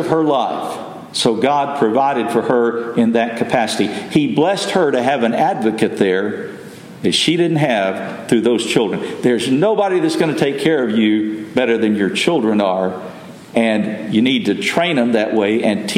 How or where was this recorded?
large echoing room